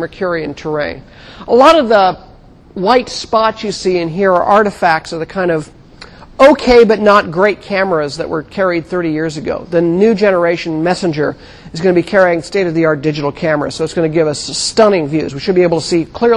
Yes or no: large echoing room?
yes